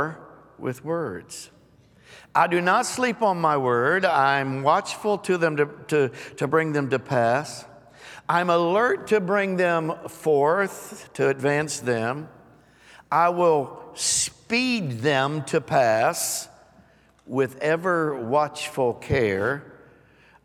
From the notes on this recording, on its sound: Recorded live on 7/3/22.